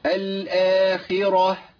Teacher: ما الخاء مكسورة عندك، وإحنا قلنا الحرف المفخم لما يكسر يبقى ضعيف بالذات مع القاف والغين والخاء بالذات، لكن مع الطاء والضاد والظاء والصاد لا، الكسر ما بيأثرش فيه بضعف كبير، ضعفه بأقل، لكن مع القاف والغين والخاء لا. فالخاء هنا مكسورة نازلة خالص